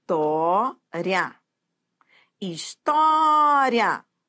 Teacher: Terminada em ditongo. E é um ditongo que vai da fraca para forte, ditongo crescente.